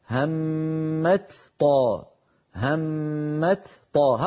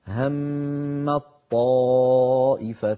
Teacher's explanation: المثال الثاني هم الطائفتان، أيضا هنا تاء وطاء، والتاء والطاء من المخرج نفسه، فالأصل أن نقول همت طاء، همت طاء، هكذا الأصل، لكنه ثقيل فلذلك كانت العرب تحول التاء في همت إلى طاء ثم تدغم الطاء في الطاء التي بعدها فيصيران طاء واحدة مشددة يرتفع اللسان عنهما ارتفاعة واحدة · Shown in: second take · فيقولون هم الطائفتان. · Term: الإدغام